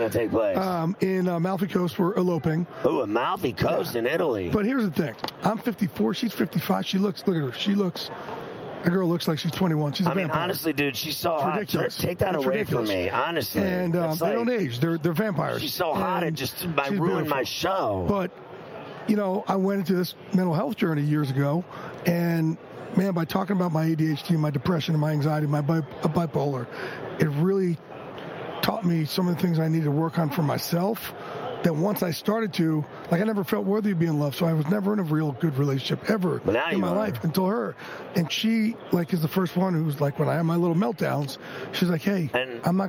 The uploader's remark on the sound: live from Radio Row in Las Vegas